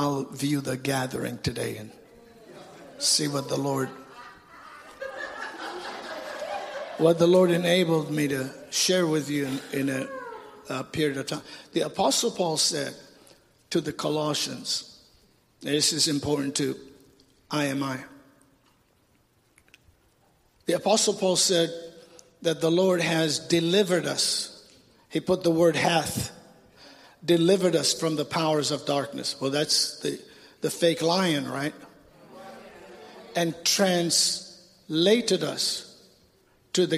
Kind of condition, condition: setting, large echoing room